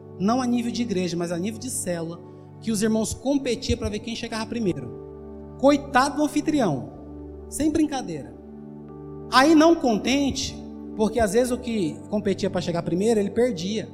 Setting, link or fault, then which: setting, large echoing room